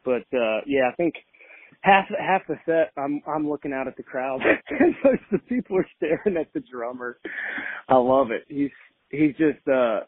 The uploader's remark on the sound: calls in to chat